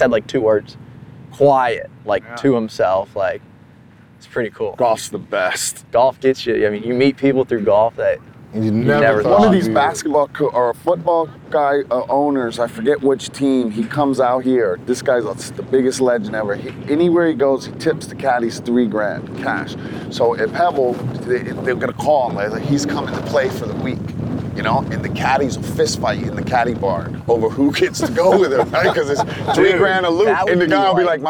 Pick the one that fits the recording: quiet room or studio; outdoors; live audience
outdoors